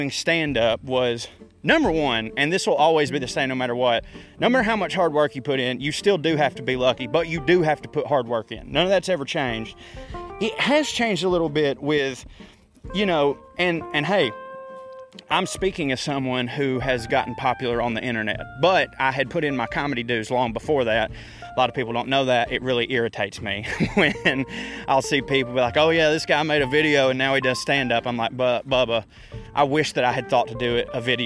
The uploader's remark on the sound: Naturally I ranted into my microphone whilst strolling thru the park.